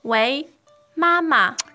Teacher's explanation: Now, mama, the tones there are first tone. Mama is first and neutral. And neutral for the second.